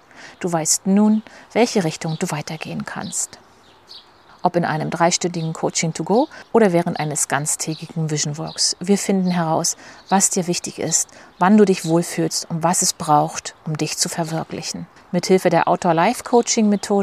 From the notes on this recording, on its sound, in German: Die ich barfuß durch den Garten GEHEND aufgenommen habe. Bitte entschuldige die Nebengeräusche; ich hatte nicht mit Straßenarbeiten, Radladern und Rasenmähern am Montagvormittag gerechnet. Ich denke, das Vogelgezwitscher lenkt ein bisschen von ab.